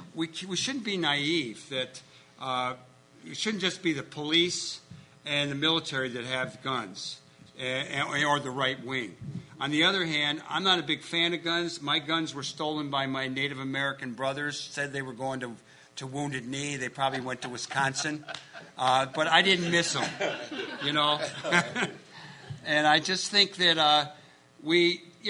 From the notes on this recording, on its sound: This is the complete audio from the Rainbow Coalition panel held at the Augustana Teaching Museum of Art